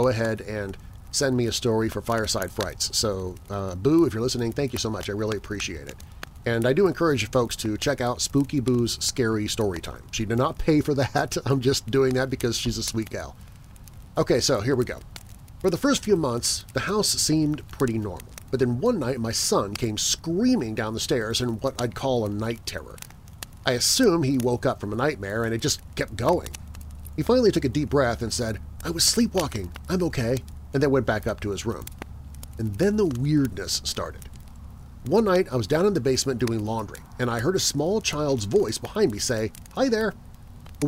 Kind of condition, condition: setting, outdoors